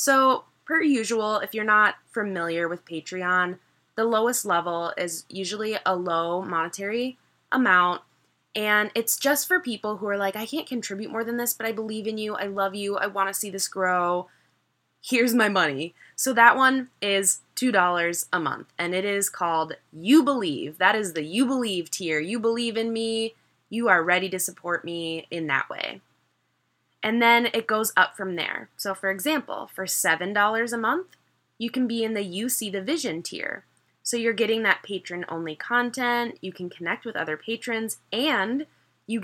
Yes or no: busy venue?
no